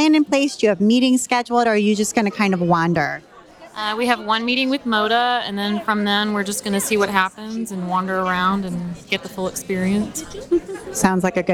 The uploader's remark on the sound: Recorded at Fall Quilt Market in Houston, Texas. I did man-on-the-street style interviews with shop owners I’d never met before, walking up to them while they were in line for Sample Spree or sitting down with them at the round tables outside of the Schoolhouse classrooms.